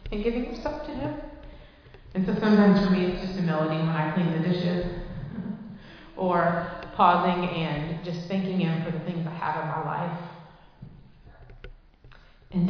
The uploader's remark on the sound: Recorded live in Liberty Church on 25 June 2023